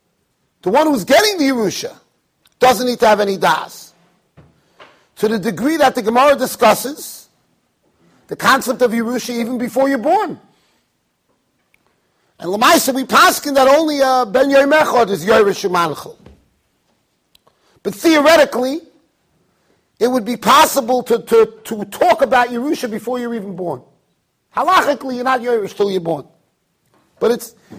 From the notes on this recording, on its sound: Shiur recorded in Yeshivas Ohr Reuven, Monsey NY.